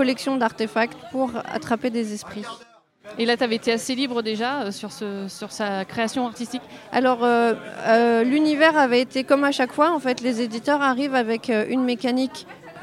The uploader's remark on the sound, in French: lors du festival Paris est ludique en juillet 2023